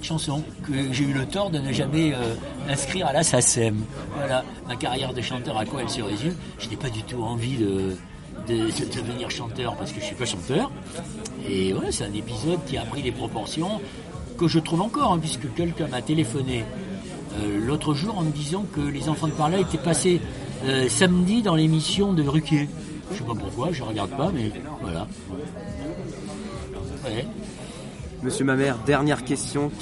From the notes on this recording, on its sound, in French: Cette interview a été enregistrée le 9 novembre 2018 dans le café Fluctuat Nec Mergitur, place de la République à Paris.